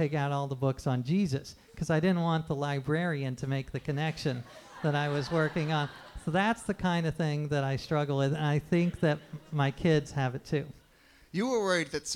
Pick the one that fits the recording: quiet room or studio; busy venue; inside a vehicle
busy venue